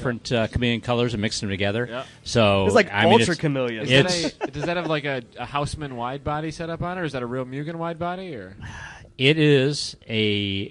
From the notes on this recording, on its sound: Live from HondaMeet15